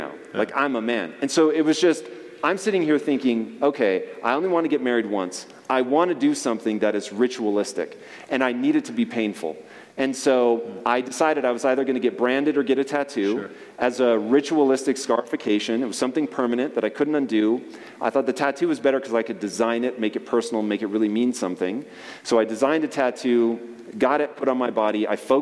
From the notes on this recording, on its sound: on stage interview from our 2023 Lake Tahoe Adventure & Mastermind